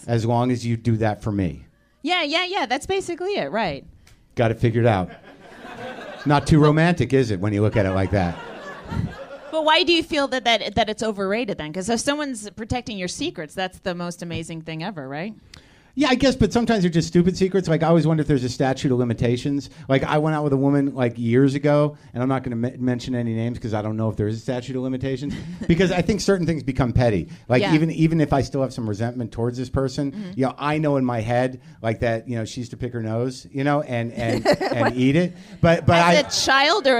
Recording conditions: live audience